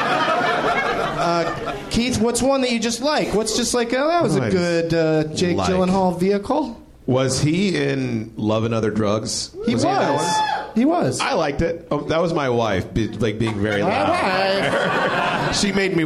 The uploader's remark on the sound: Live from the NerdMelt Showroom in LA